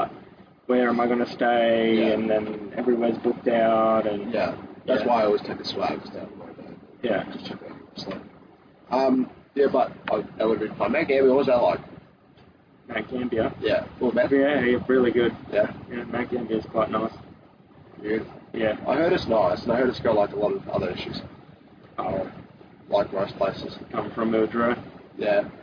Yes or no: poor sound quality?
yes